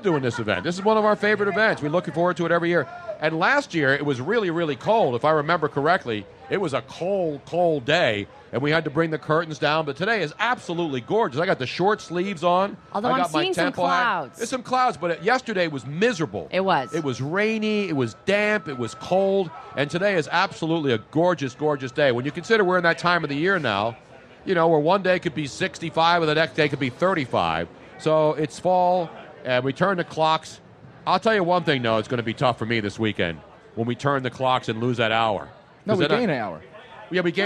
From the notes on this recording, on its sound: LIVE from the Original Tony Luke's in Sphilly for an A.B.A.T.E. MarineCorp, ToysForTots Event.